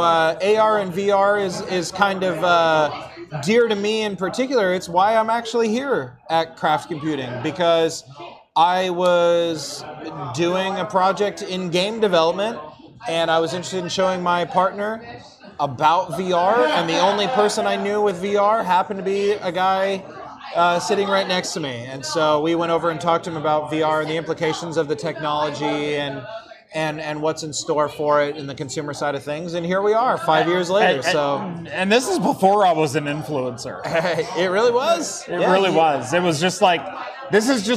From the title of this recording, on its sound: LIVE from Faultline Taphouse in Sunnyvale!